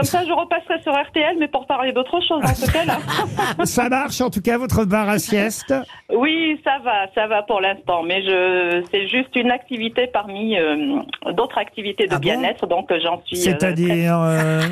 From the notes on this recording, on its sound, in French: LA COUP DE FIL DU JOUR. Au téléphone des Grosses Têtes.